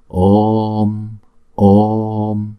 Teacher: đọc chữ O hai nhịp trước, kéo dài chữ O, xong rồi chúng ta đóng chữ O lại